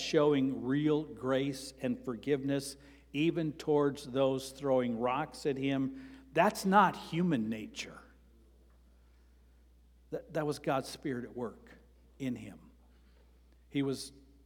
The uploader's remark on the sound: Sermon preached on September 24, 2023, at Avondale Baptist Church.